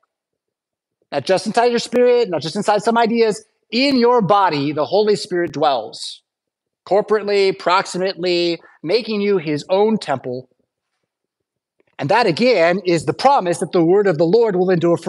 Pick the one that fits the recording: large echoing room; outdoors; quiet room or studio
large echoing room